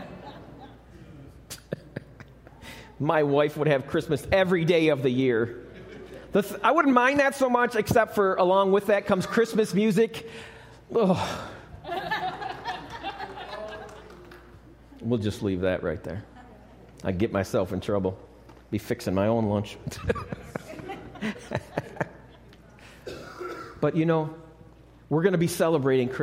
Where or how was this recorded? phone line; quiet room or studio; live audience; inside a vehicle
live audience